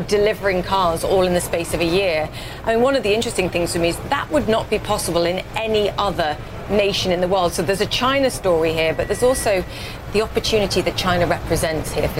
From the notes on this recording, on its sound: live from the New York Stock Exchange